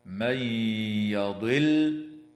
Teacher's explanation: وتدغم النون الساكنة في الياء مع الغنة في قوله تعالى: من يضل.